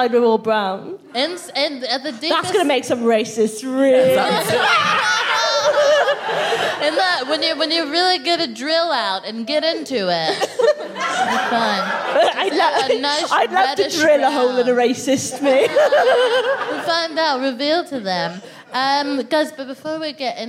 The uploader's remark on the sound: FOC IT UP Comedy Club. Recorded 7 August 2022 at 21Soho in London.